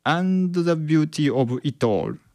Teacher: A メロにある And the beauty of itall。え、なんかそんな、なんだろう、その単語がつながってもなんか別に違和感なくないですかって多分思う方もいるかもしれないですけども、これこの長いフレーズ、この And the beauty of itall っていうのが、これ曲の2拍もう1秒もないんですよ。1秒もないところに収められてるんですよ。なのでめちゃくちゃ、まあ早くしたわけですよね。なのでどういう状況になっているかというと、ビューティーのビューっていうのと最後のオールだけっていうのがこれ強く発音してるんですよね。で間のビューティーの T とオブイットっていうのはこれ T オブイットではなくて T ブイットのようにもう塊で処理されてしまうんですよね。そうすると日本人の耳っていうのはその全